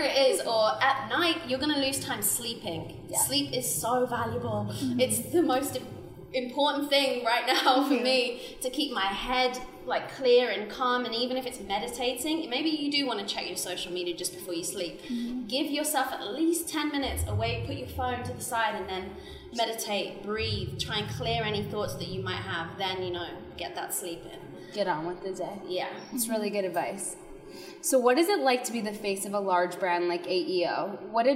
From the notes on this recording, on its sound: LIVE From The CF Clubhouse. Live in The CF Clubhouse in front of an audience of Style Gurus.